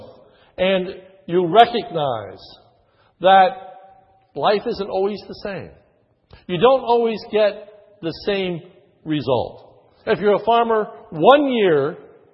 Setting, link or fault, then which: setting, large echoing room